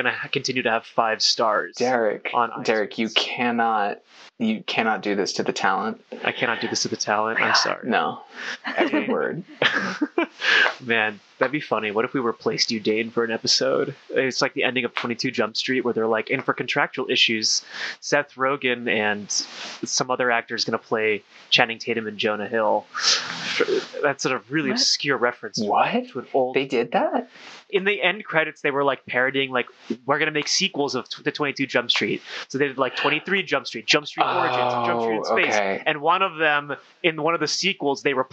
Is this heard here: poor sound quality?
yes